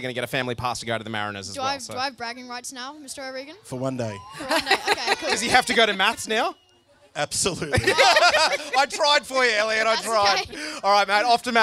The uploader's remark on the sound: LIVE From Central Coast Grammar School